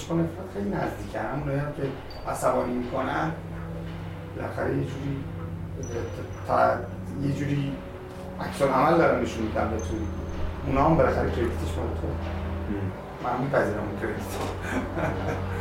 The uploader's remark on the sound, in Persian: عذر خواهی میکنم به خاطر مشکل فنی در ضبط صدا که باعث پایین اومدن کیفیت این اپیزود شد